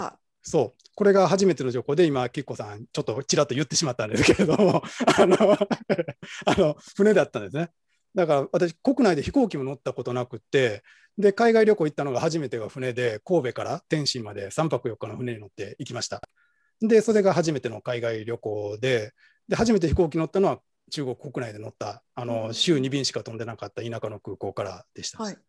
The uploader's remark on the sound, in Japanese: 収録場所：オンライン (Zoom)。